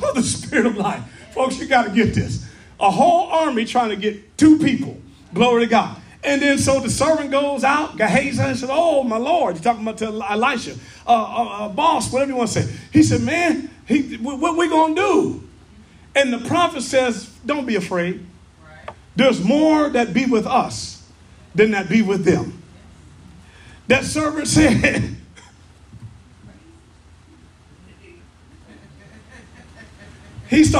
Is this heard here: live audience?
yes